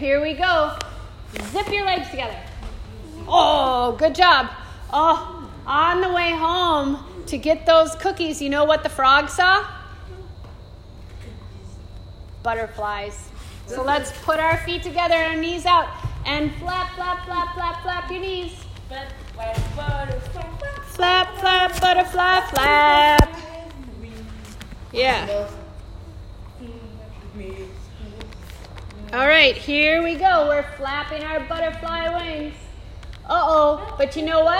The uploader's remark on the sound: This is a live recording from a 30-minute Super Stretch Mini-Mindfulness & Movement Session for teenagers in ASD/DCD room